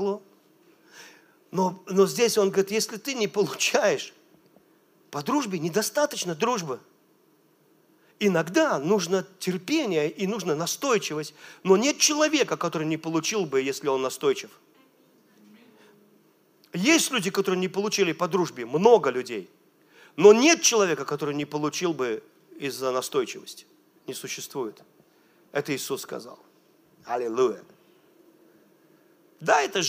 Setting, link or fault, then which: setting, large echoing room